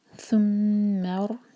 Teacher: را ساکن ہیوی ہوگا کیونکہ اس سے پہلے فتحہ ہے